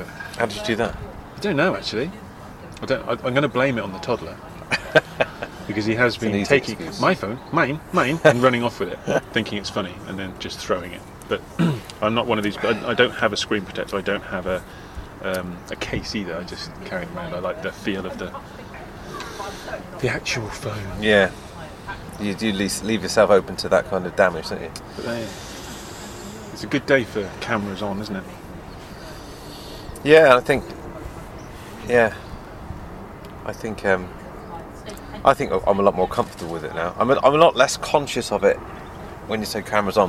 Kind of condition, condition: setting, busy venue